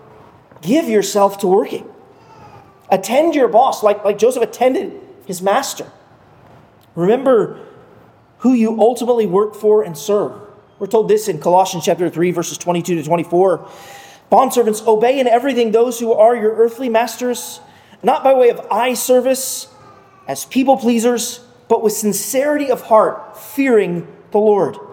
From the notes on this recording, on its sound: at Arlington Baptist Church in Arlington, Virginia